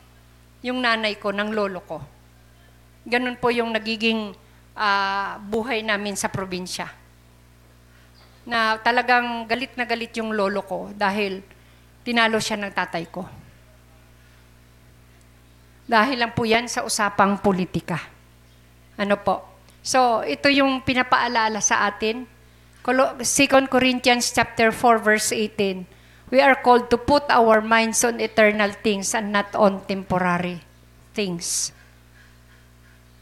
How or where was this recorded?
large echoing room